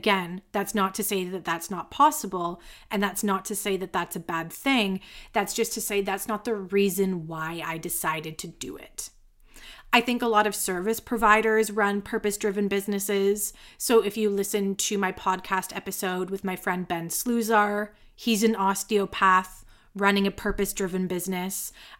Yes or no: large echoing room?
no